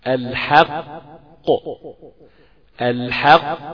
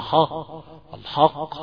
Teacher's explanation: حرف الحاء ده اخوانا ده حرف بسيط وحرف مستفل ملوش ذنب انك تفخم خالص · Shown in: first take